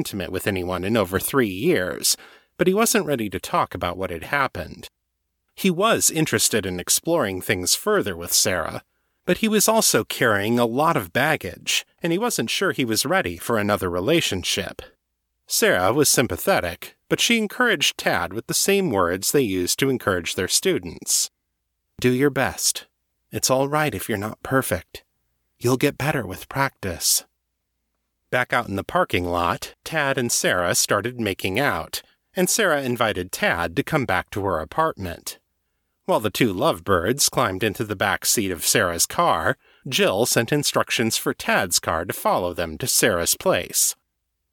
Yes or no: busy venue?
no